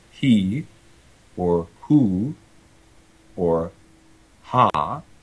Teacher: the only distinction there is the distinction of the vowel shape, and there's no particular extra fricatizing happening at a particular place in the vocal tract. Except that, because of the vowel, the vocal tract is shaped differently, and so you may feel that friction more in one place or another. · Term: unvoiced glottal fricative